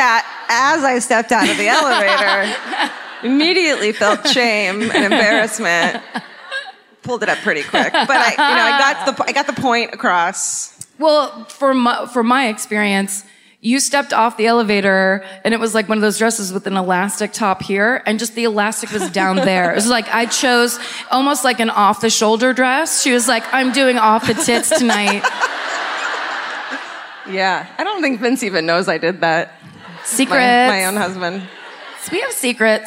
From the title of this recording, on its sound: Live at the Chevalier Theatre in Medford, MA